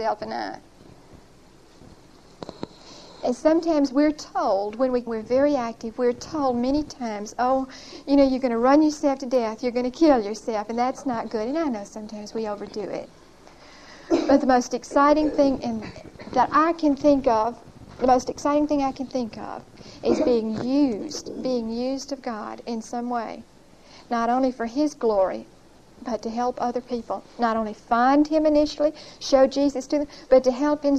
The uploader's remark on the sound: Recorded 9/30/1975 at Whitesburg Baptist Church.